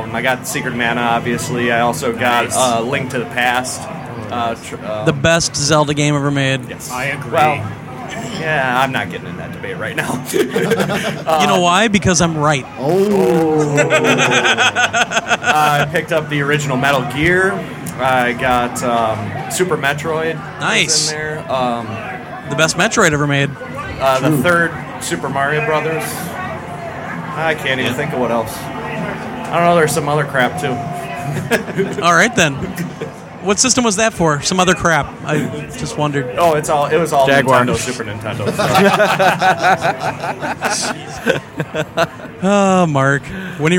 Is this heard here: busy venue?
yes